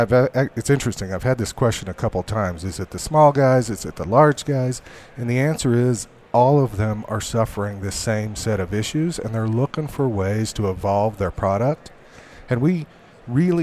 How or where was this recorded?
busy venue